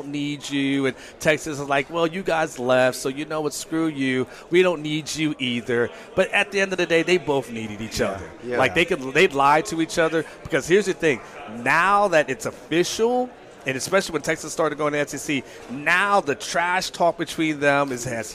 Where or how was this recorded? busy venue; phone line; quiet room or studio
busy venue